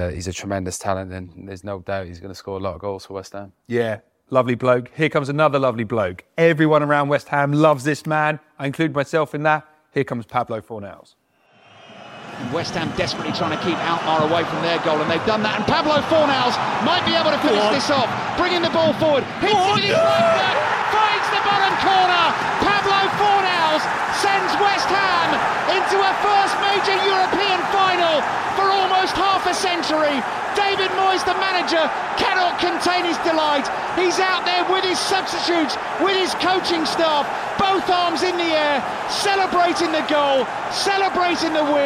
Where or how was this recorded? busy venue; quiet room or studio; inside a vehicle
busy venue